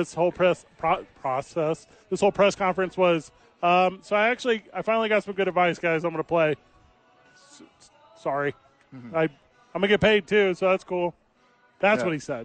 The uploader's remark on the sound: live at Santa Fe Brewing for TNF